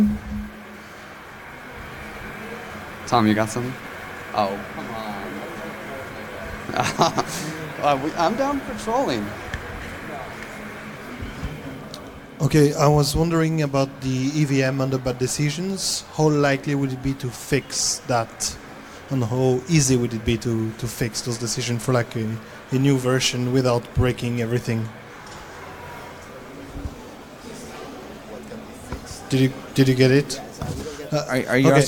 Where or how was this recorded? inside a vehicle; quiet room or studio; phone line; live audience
live audience